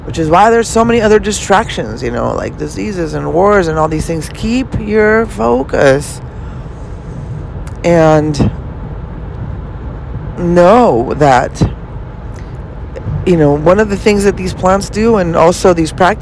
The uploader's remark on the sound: Podcasts in the car series. I am recording this while driving to LA... Please be ware of a few traffic sounds.